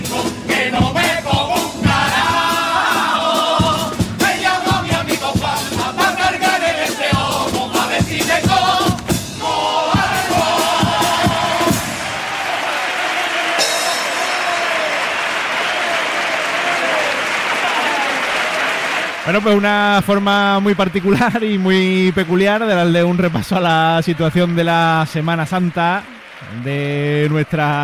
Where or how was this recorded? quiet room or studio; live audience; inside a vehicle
live audience